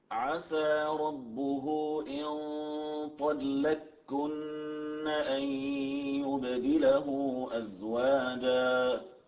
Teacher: نعم أثقل من الميم، ولذلك يعني كانت مستندا للكافي قبلها فأدغمت القاف في الكاف معتمدة على ثقل النون · Term: الإدغام